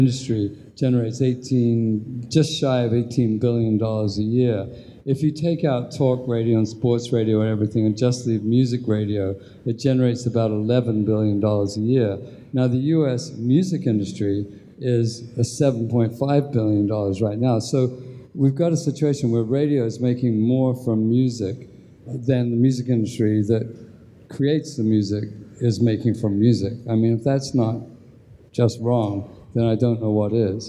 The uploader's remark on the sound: This panel was recorded at AIR’s Indie-Con in Australia.